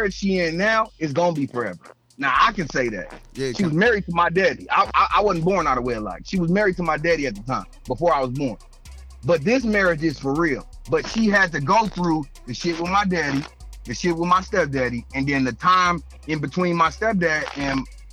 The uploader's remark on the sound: we had a caller call